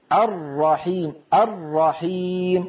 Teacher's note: الراء مشددة، لابد من أن ننطق راءين · Term: الراء المشددة